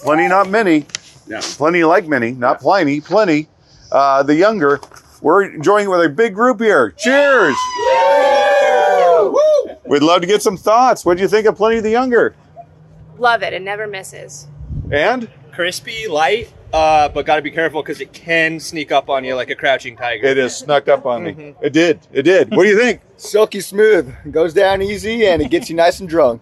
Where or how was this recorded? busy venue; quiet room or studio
busy venue